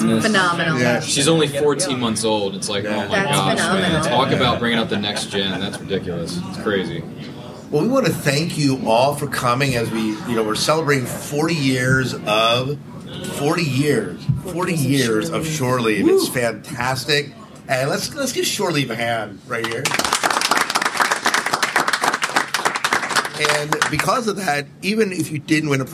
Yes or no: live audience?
yes